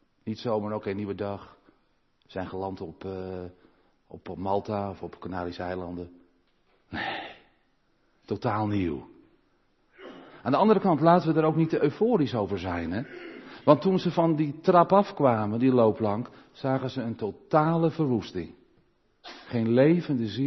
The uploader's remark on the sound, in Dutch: De preek is op 13 november 2022 opgenomen in de Maranathakerk in Groningen